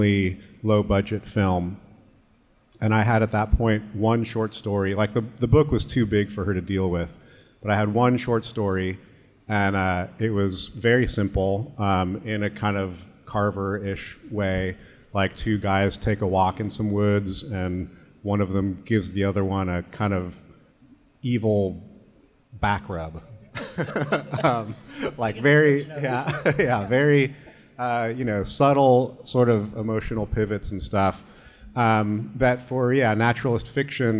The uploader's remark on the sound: We feature a conversation from Pickathon 2022. Literary Arts partnered with the Pickathon music festival to program on-stage author readings, and for a live recording of The Archive Project at the Lucky Barn stage.